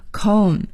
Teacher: 还要提醒朋友们这个 comb 的 B 是不发音的我们也叫它 silent b